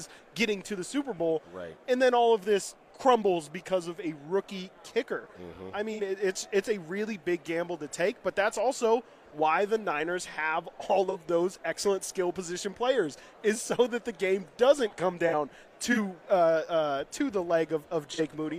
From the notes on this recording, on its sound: The Radio Row festivities continue live from Las Vegas